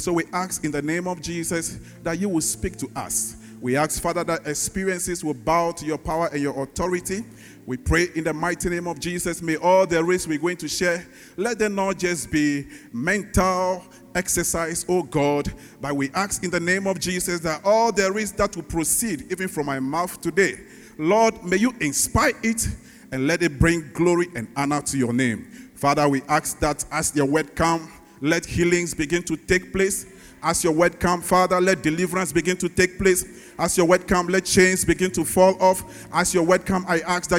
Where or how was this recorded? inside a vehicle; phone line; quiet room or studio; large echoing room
large echoing room